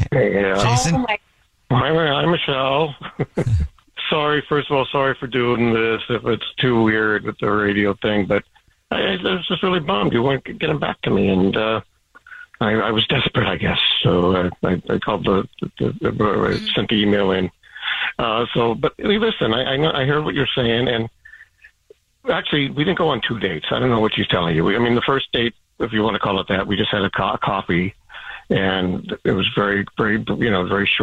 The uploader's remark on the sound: We get that other person on the phone. One of our listeners is on the phone.